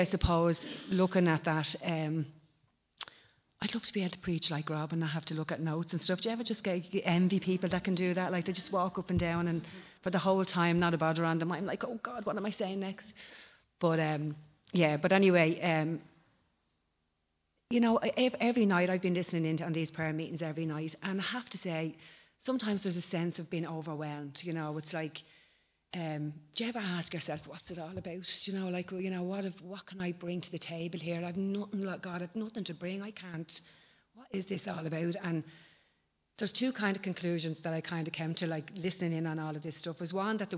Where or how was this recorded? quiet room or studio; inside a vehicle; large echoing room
large echoing room